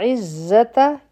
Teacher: په عزته کې به عین د حلق نه وایو، زا کې به بزنګ واله آواز وي